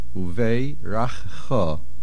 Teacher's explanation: there is a meseg, a little line after the vase, uvei, a slight pause there, and the main accent is at the end on the cha. Uvei rachcha, the chaf is a shvonach.